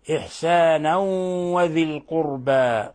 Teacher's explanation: هنا جاء بعد تنوين الفتح حرف الواو، وهو من حروف ينمو من حروف الإدغام بغنة، فإذا تدغم التنوين التي هي في حكم النون الساكنة في الواو